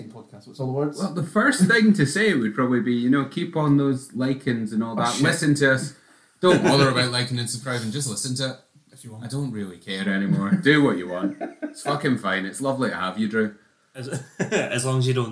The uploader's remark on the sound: Featuring 0% of the sound production of last month